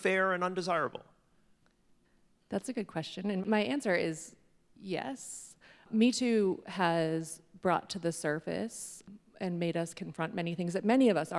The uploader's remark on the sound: This episode was recorded live at a Connecticut Public Interest Law Journal symposium at UConn School of Law.